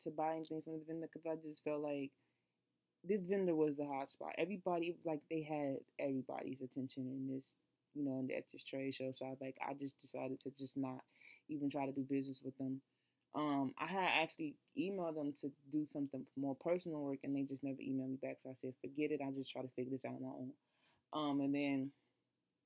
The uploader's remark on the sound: Sorry, the audio is pretty low!